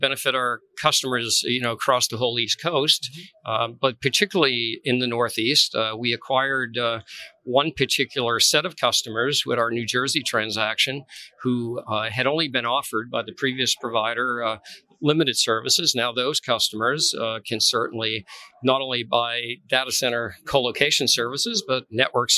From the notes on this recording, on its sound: Metro Connect 2020. Live from Metro Connect.